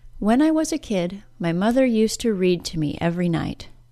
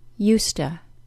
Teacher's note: This transition from used to used to includes three changes. The Z sound changes to the S sound, the D sound is dropped completely, and the OO sound of the word to changes to schwa. After doing all of that, used to becomes used to. · Term: informal contraction